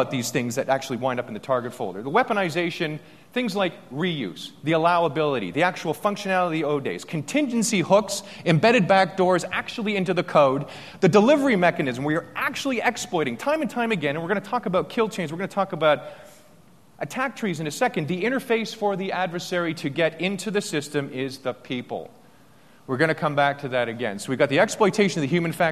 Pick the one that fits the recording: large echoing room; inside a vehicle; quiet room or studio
large echoing room